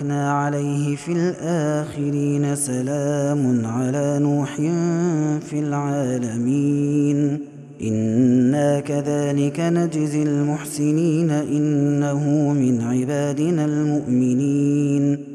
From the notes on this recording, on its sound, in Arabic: هذا التسجيل من صلاة التراويح. Ramadan 2021.